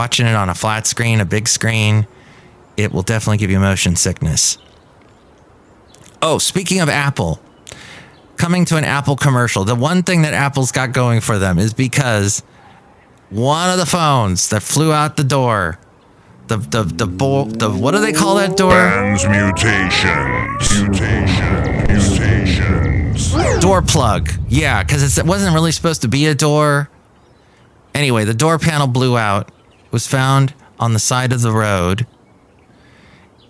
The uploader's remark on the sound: podcasts live from Café Anyway